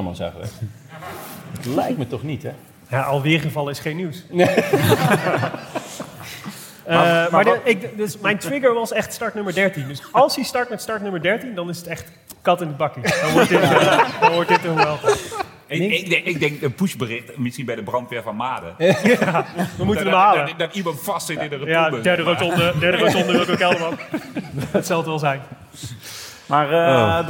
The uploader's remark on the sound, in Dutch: opname van de Vuelta 2022 Live Extravaganza